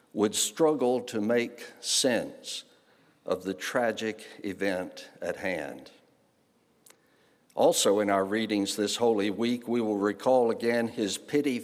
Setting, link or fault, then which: setting, large echoing room